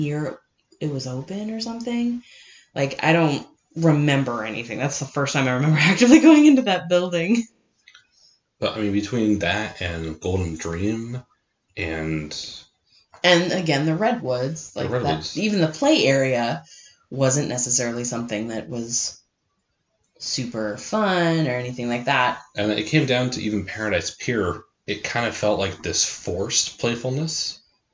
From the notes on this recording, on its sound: We know audio got kinda screwy with this one, the incorrect microphone was being utilized.